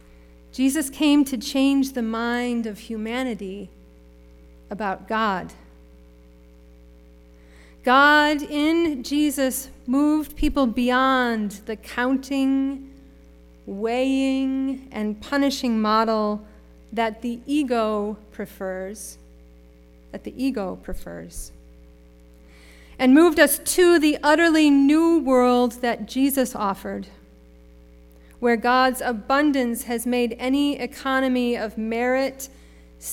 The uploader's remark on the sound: Sermon preached at RCHP on April 3, 2022.